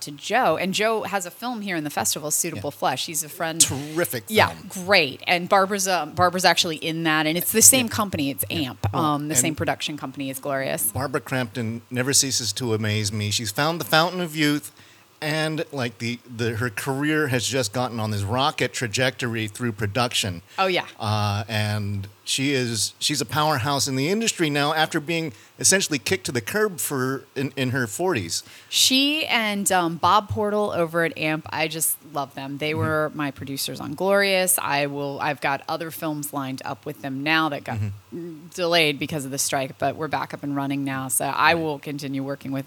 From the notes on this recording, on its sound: we got an opportunity to talk with her backstage